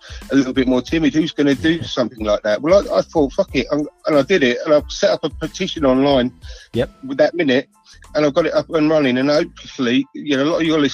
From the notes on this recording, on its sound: This is a very interesting episode made up of my appearances on the brilliant "Fans Phone In"